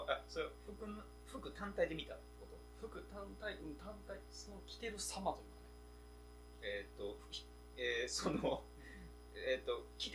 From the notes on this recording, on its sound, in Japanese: 録音機材の関係でノイズが入ってるのはご容赦ください